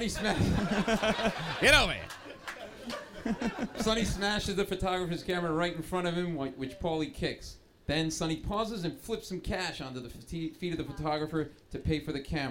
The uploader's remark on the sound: This is the full live recording. This doctored reading of The Godfather Part 1 was taped in front of a live audience at the Village Underground in the West Village.